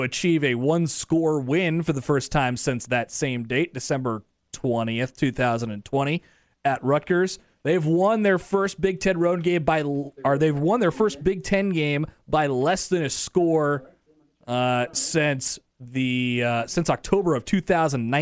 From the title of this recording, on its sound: Postgame Press Conference